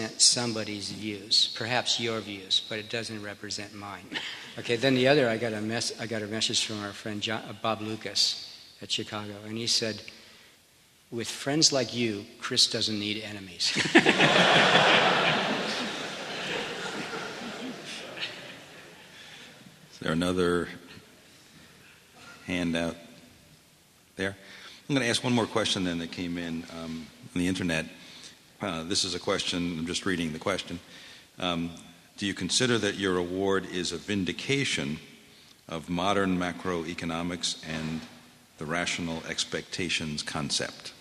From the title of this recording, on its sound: Press conference